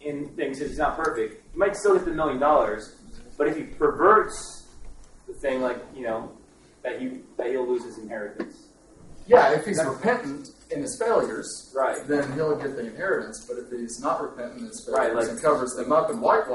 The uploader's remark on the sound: In this resource you hear various questions from the audience.